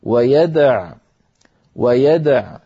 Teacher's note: فكان حفص رحمه الله إن وقف على ويدعو مضطرا أو مختبرا يقف عليه من غير واو هكذا ويدع